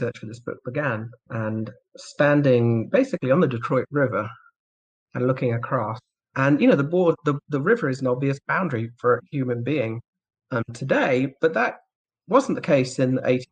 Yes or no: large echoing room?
no